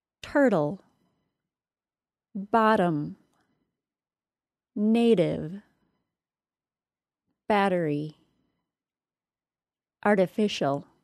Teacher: words that are generally pronounced with a quick D sound in place of a T sound